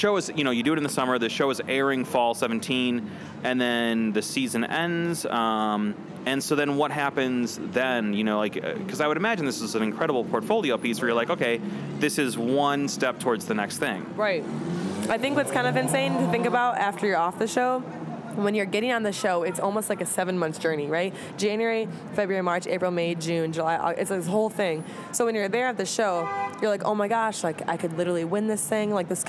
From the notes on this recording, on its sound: interview recorded at SXSW 2018